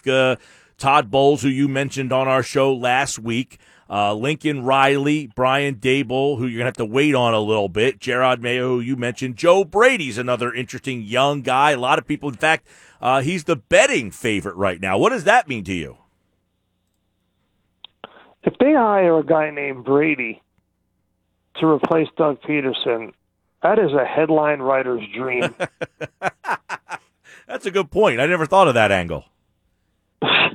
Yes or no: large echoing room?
no